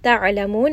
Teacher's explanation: عين is going to be from the middle of the throat